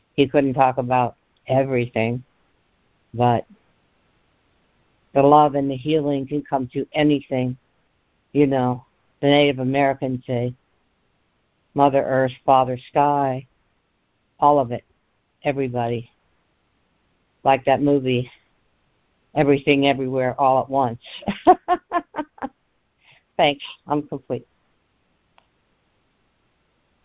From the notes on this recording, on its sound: ACIM Daily Conference Call.